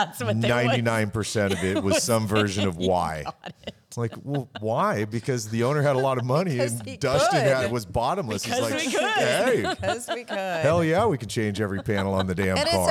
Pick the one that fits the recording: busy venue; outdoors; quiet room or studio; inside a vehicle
busy venue